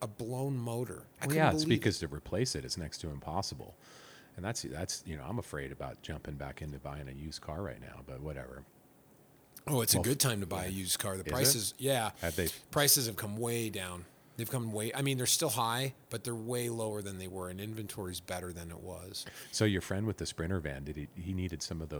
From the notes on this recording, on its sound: Recorded at the iconic Tunnel Creek Cafe, home of Flume Trail Bikes in Incline Village, Nevada at the site of the Ponderosa Ranch and the old TV Western, Bonanza.